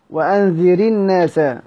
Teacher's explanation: هي أنذر الراء ساكنة لكنها تحركت بالكسر بسبب الساكن بعدها · Term: الحركة العارضة